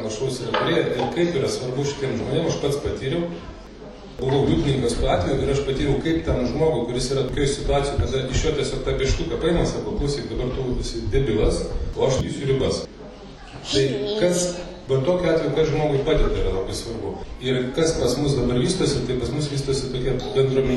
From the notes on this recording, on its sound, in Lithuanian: Įrašas iš šeimų festivalio.